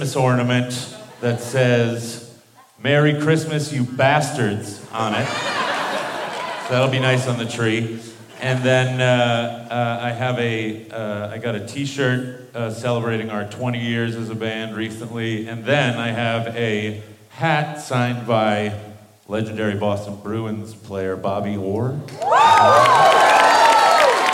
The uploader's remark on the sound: Live from the Wilbur Theatre in Boston